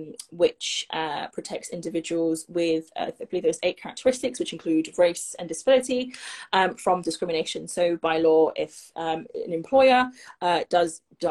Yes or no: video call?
yes